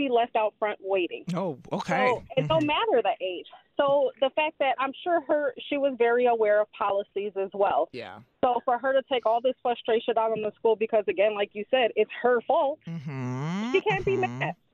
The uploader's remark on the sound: listeners called in to share their own stories